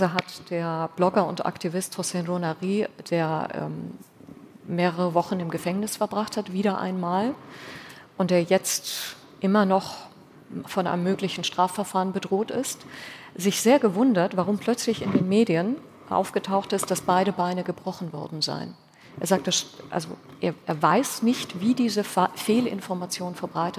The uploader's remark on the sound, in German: Diese Folge des Podcasts haben wir live beim ZEIT ONLINE Podcast-Festival im Großen Saal des Westhafen Event & Convention Center in Berlin aufgenommen.